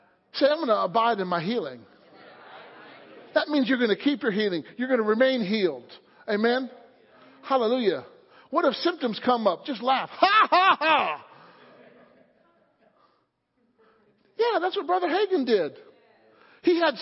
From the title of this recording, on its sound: Wednesday Night Service